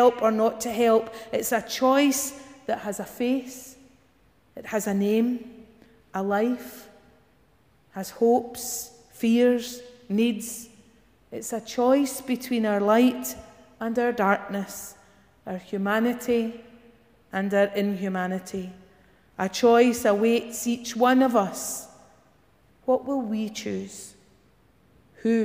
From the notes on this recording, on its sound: Morning worship recorded at GSPC